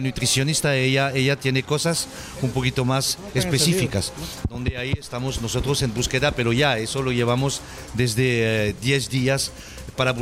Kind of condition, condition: setting, busy venue